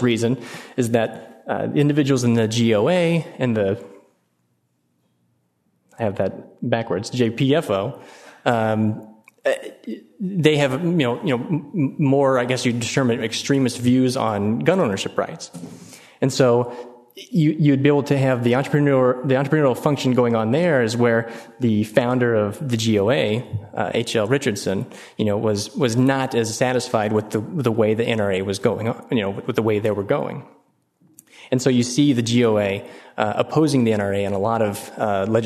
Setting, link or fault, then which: setting, busy venue